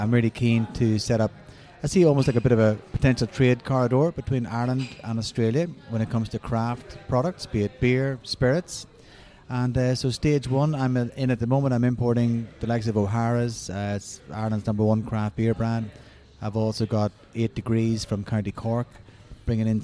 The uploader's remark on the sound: The episode was recorded at Beau Kitchen & Cellar